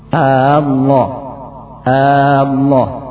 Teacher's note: Yang kedua, memanjangkan hamzah.